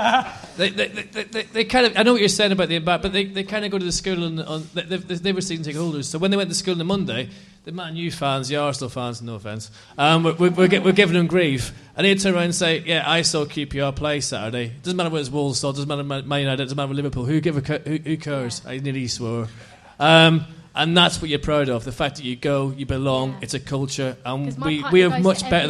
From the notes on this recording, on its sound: QPR LIVE PODCAST 2016. Live podcast from the Good Ship in Kilburn! In front of a live audience.